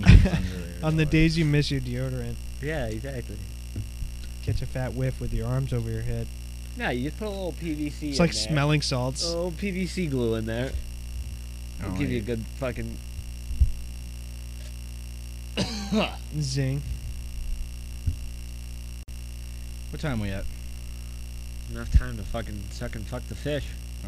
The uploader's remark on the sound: Hey sorry guys but I left the AC on and screwed up the Audio.